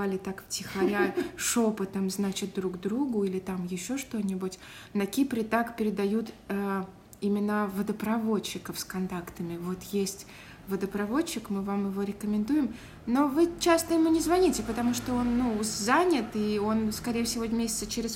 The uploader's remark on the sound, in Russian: Звук города на фоне (машины, стройка и т.д.) считайте нашей фишкой!